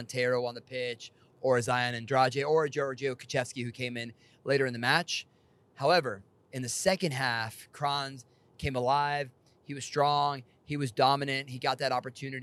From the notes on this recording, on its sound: Buckle up for this Car Take, literally, for we recorded it in the wee hours of Tuesday night as we wound our way through the mountains back home to the 865.